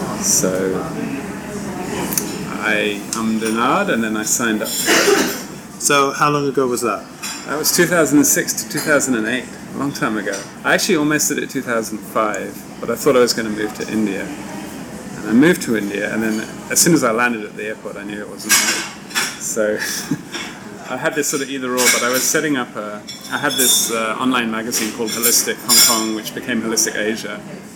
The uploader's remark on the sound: Our conversation was recorded in a coffee shop and due to this there is noticeable background noise.